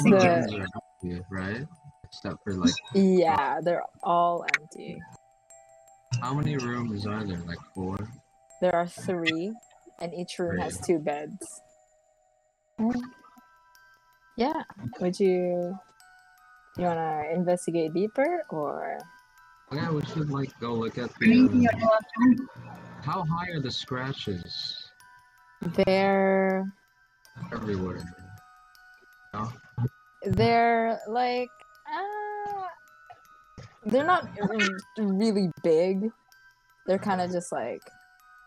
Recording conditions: background noise